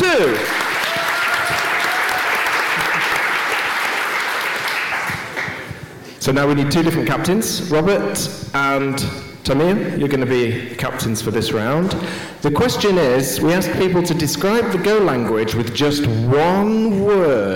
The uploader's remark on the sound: live on stage at GopherCon Europe 2022